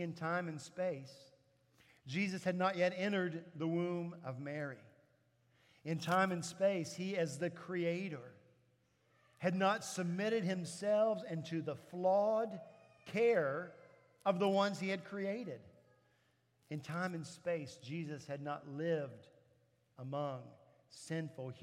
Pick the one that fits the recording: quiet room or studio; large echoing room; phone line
large echoing room